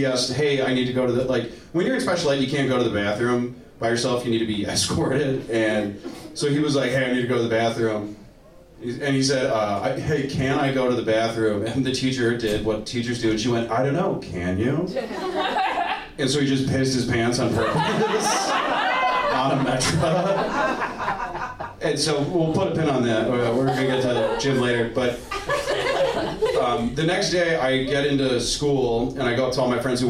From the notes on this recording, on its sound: These stories were recorded at Ladylike Presents: MANLIKE as part of the Lincoln Lodge’s Future of Comedy Festival last weekend.